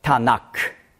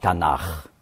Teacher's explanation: der Buchstabe Kaf, also K, wird weich ausgesprochen, wenn vorher ein Vokal ist. · Shown in: second take · Darum sagt man Tanach.